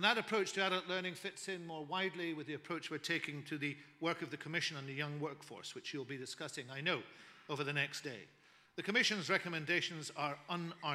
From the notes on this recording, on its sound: Scottish Learning Festival 2014 - Keynote Speech